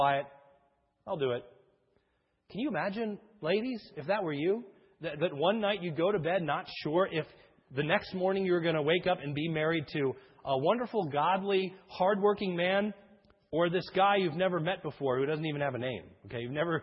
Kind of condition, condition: setting, large echoing room